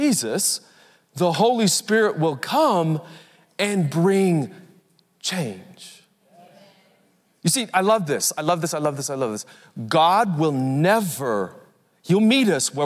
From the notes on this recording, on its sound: Recorded Live at Capital Church in Meridian, Idaho